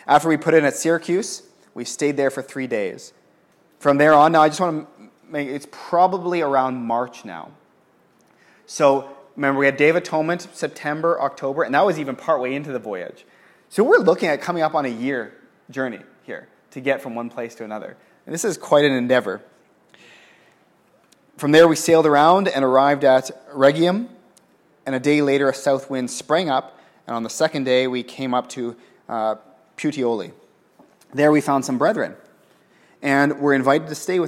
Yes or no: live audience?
yes